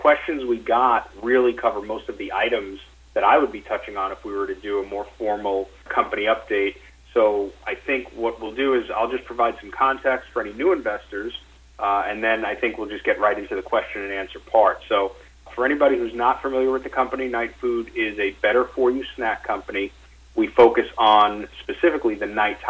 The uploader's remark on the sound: NightFood Investor Conference Call